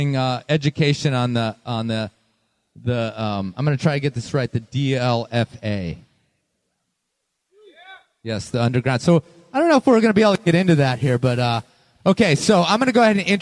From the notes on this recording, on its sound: Live from Devils Lake Craggin’ Classic. A live show recorded last year at the American Alpine Club’s Craggin’ Classic in Devils Lake, WI. One rainy, soggy, muddy night, three guest joined me for a panel discussion.